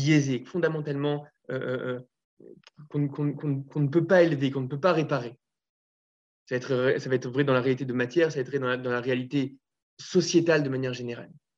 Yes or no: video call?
yes